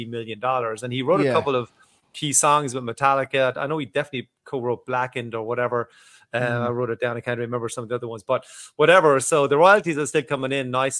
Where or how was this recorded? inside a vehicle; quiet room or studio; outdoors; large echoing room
quiet room or studio